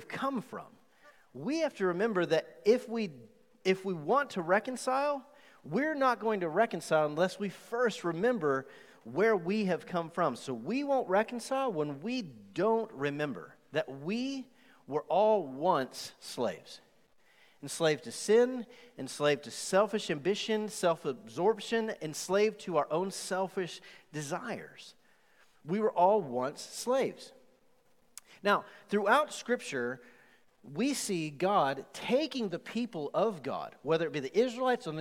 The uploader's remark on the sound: Recorded live on August 2, 2020 at The Fellowship in Nashville.